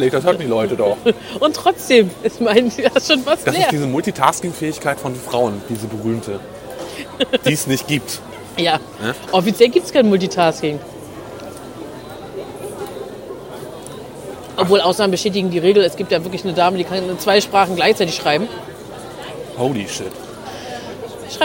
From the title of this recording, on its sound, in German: Live auf dem Weihnachtsmarkt in Rostock